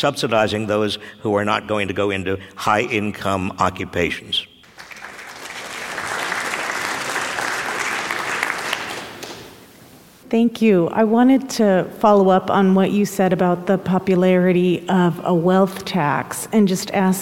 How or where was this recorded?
live audience